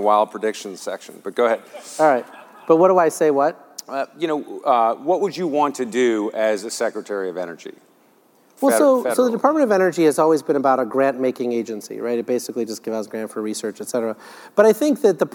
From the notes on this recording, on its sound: The best of live interviews from GreenBiz events.